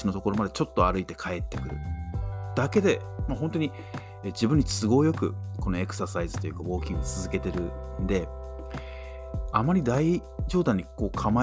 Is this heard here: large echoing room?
no